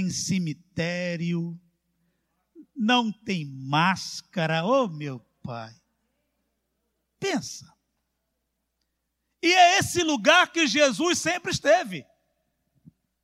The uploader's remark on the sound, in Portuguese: CULTO AO VIVO.